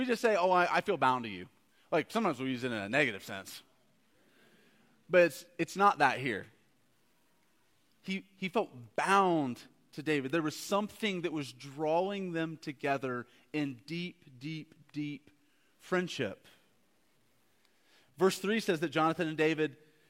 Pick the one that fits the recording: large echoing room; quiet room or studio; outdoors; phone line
large echoing room